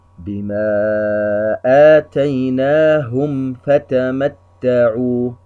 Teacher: هنا ميم ساكنة في كلمة آتيناهم، وبعدها حرف الفاء، إظهار شفوي، وهو من أشد الإظهار لأنه قبل حرف الفاء.